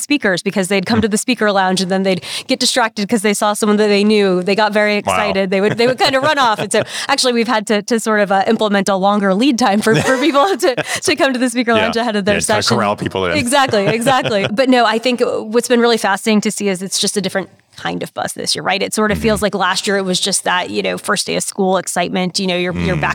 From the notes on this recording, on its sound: We’re bringing you 6 great interviews recorded live and in-person at Groceryshop in Las Vegas, NV.